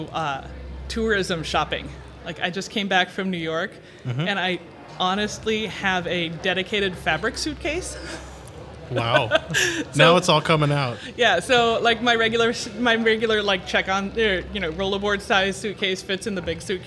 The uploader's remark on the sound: Live From Agile Midwest - Technically Speaking Podcast